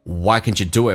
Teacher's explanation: Do 跟 it 加了一个半元音叫 w，这是元音跟元音之间的连音叫 doit。